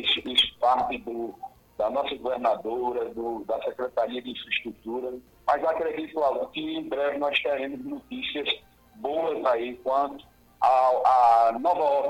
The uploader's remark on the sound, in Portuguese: Durante o programa Manhã Total da Rádio Pajeú. Participou por telefone.